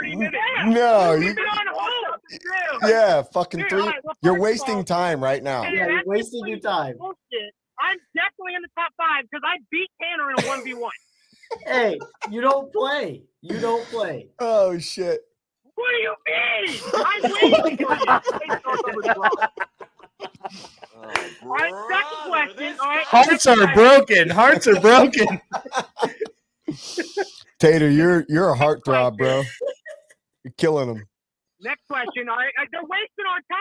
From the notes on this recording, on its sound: Live Show. A star studded group of callers call. 2x - SENNHEISER HD 206 Closed-Back Over Ear Headphones.